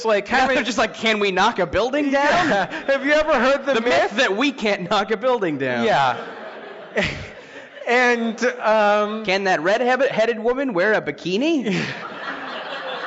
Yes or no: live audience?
yes